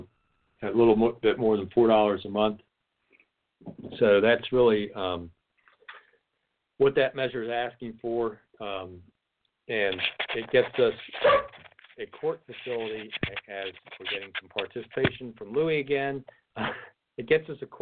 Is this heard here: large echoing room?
no